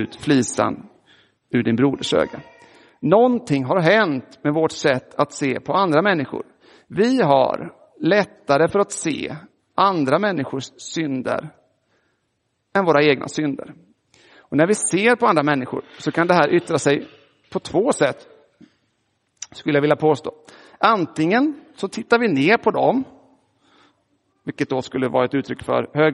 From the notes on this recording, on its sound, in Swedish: Inspelad i Roseniuskyrkan.